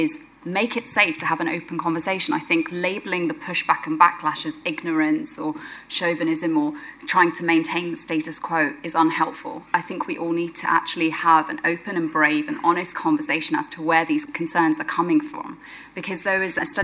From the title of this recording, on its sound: LIVE from IMN